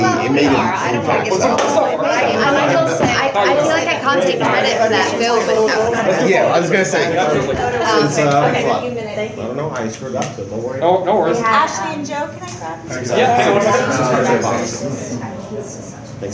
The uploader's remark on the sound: NOS4A2 SXSW 2019 Press Conference.